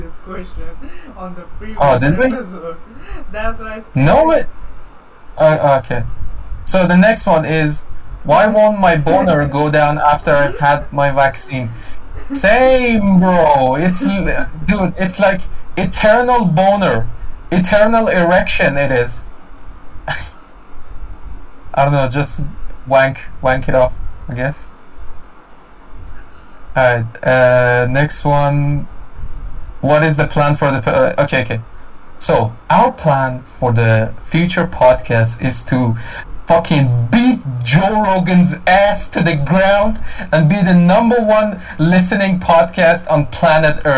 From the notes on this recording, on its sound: Sorry for the bad audio quality. I fucked up when recording.